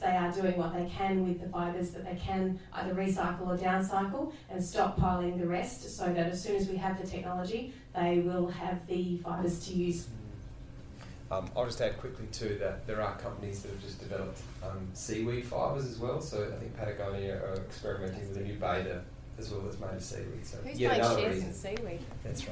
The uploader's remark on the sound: This time we’re joined by a wonderfully engaged cinema audience. One person wasn’t concerned at all (you’ll hear him join the conversation in this podcast).